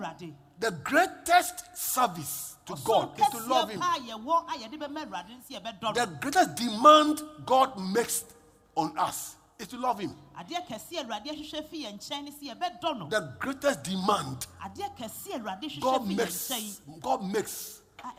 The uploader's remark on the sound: Preached at LCC Goshen.